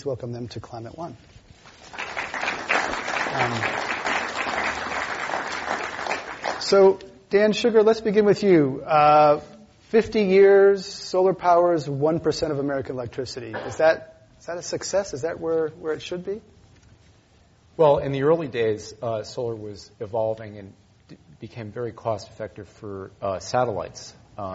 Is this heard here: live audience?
yes